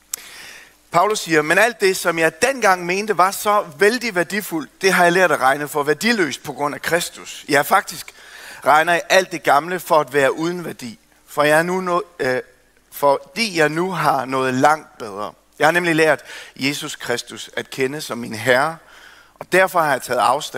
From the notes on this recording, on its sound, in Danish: undervisning fra mandagens første Keynote-session